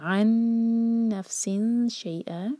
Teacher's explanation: نون کی آواز کو چھپائیں گے اور شین کے لیے زبان تیار ہونی چاہیے · Term: اخفاء